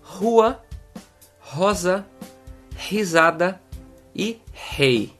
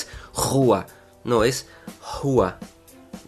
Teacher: Cuando, por ejemplo, está en el comienzo de la palabra, ahí vas a ver cuatro palabras como ejemplo: hua, rosa, risada y hey es una J muy suave, no, no llega a ser tan estridente como en español · Shown in: first take